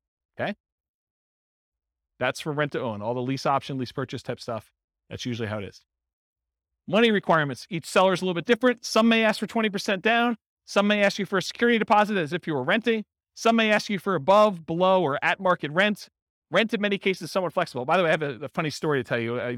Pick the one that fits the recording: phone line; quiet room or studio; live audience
live audience